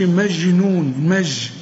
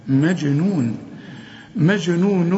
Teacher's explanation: هنقلقل الجيم، لأن كل جيم في القرآن برضو على سكون لازم تقلقل · Shown in: second take